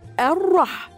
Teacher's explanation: نبدأ بيها آه لام شمسية مدغمة في الراء المتحركة بالفتح الراء حاء من حروف الهمس ساكنة